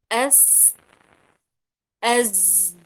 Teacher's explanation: حرف الصاد والسين والزاي يخرج من منتهى طرف اللسان مع أسفل الصفحة الداخلية للثنايا السفلى